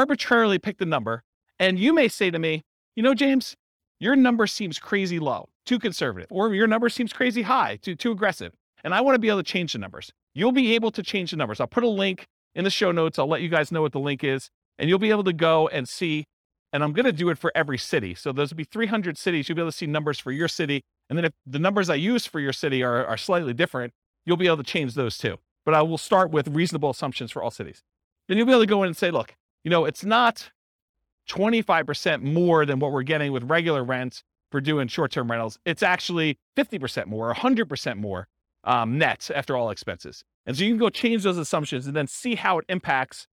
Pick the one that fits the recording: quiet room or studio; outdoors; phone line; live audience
live audience